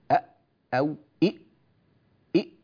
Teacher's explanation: نسكن الحرف وندخل عليه همزة مفتوحة أو مكسورة، فنقول أو إئ، حيثما انتهى الصوت فثم مخرج الحرف، فينتهي صوت الهمزة هنا في آخر الحلق